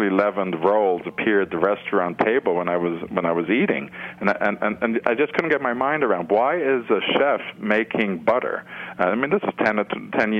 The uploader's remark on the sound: joined via phone